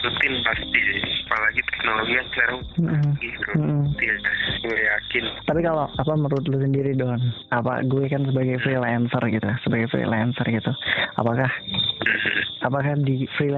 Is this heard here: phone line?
yes